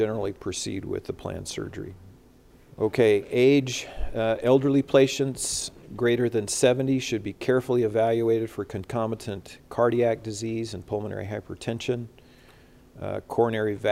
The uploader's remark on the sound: recorded Saturday, September 11, 2021, during the CORE conference in Salt Lake City, Utah